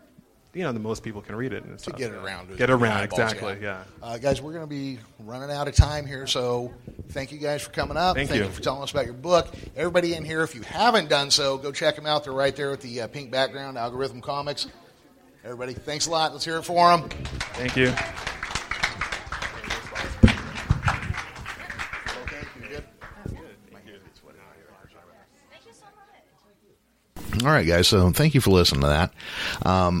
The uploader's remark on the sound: host some of the panels at Tracy Comic Show and Reptile Expo